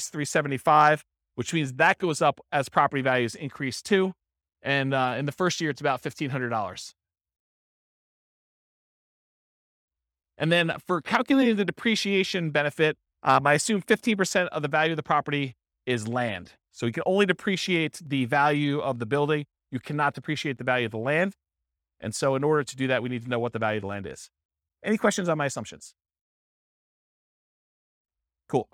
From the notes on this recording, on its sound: This was a live class recorded